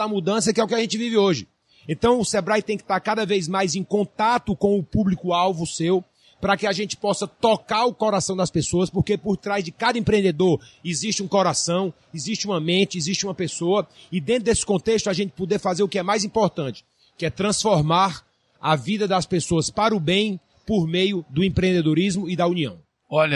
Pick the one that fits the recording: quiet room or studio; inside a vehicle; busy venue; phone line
busy venue